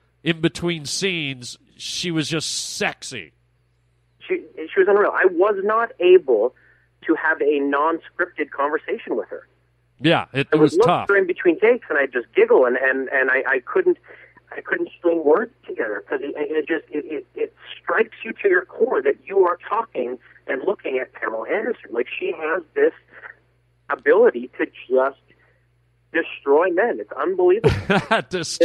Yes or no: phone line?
yes